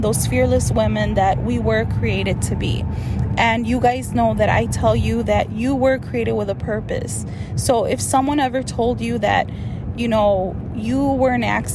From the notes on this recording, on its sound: This episode is a little different because I am coming straight to you from my car! Yes girl we are in the middle of this Texas storm and without power.